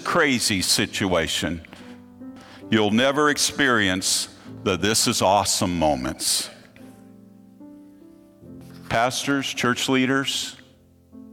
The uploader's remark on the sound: Presentation from the opening night of the 2023 Propel Conference.